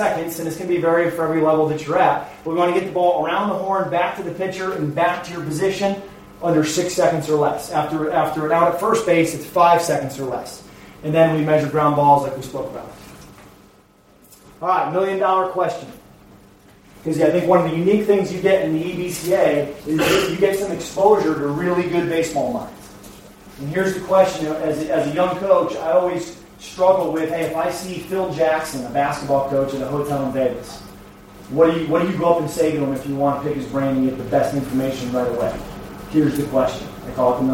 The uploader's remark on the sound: A live coaches educational clinic at The European Baseball Coaches Association Clinic. Prague Clinic. More than 100 coaches from all over the world.